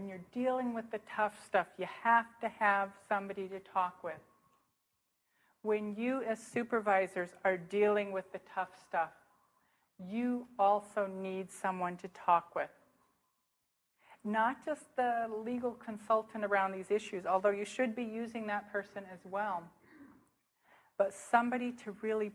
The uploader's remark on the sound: speaking at the Fourth International Interdisciplinary Conference on Clinical Supervision, convened in Buffalo, NY, Spring 2008.